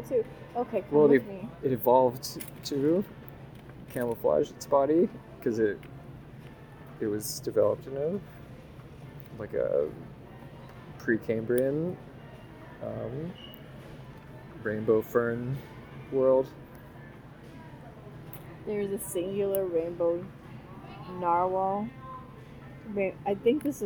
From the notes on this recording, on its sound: Two humans in love decide to do their first podcast at the New Seasons Market GRAND OPENING in Ballard, Seattle, Washington, USA.